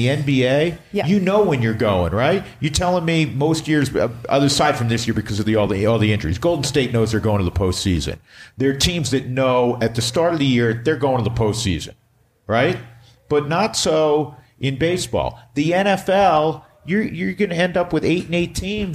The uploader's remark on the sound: live at the Maven Hotel!